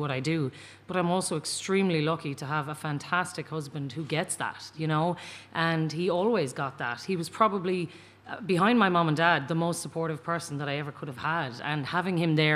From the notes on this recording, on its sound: Recorded in front of a live audience in The Little Museum of Dublin with a fantastic panel of working mums.